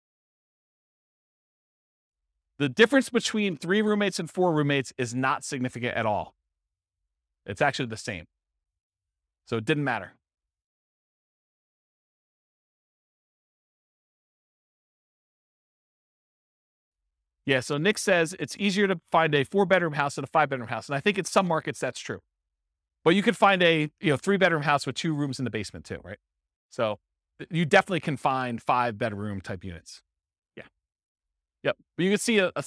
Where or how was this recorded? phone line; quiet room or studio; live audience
live audience